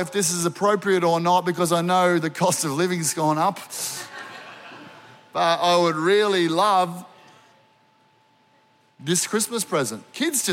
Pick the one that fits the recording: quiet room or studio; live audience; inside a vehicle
live audience